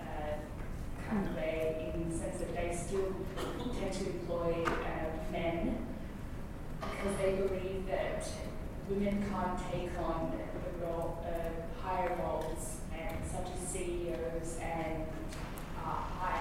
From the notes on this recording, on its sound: This event was held on Monday 11 February 2019 at the Westmead Education and Conference Centre in Westmead Hospital.